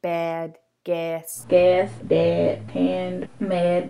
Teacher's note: And then there's a traditional Black Philly English way to pronounce words like trap. And that's with a single target that's kind of like eh. So you'll get speakers saying bad, gas.